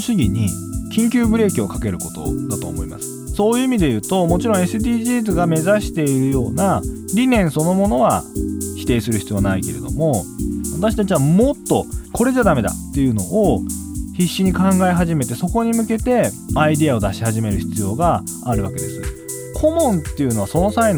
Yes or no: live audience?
no